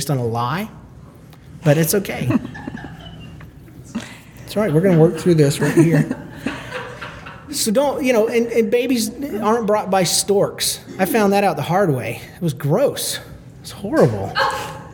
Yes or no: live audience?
yes